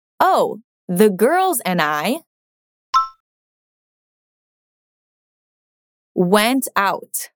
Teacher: Nota aquí que cuando decimos went out, las T's de went y out casi no suenan. Cuando la T viene al final de las palabras, no es muy común escucharlas bien pronunciadas.